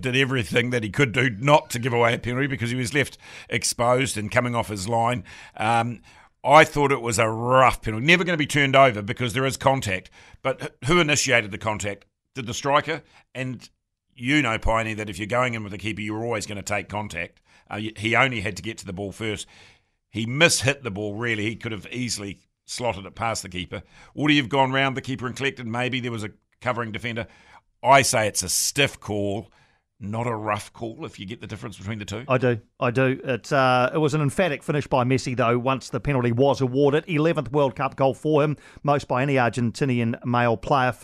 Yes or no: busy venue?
no